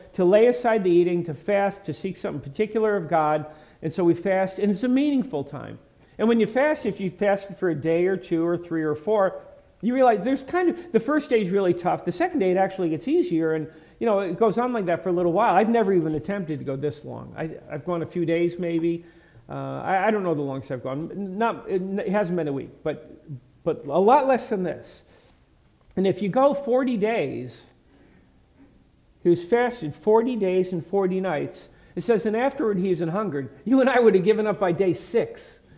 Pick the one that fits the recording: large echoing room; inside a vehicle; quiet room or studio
large echoing room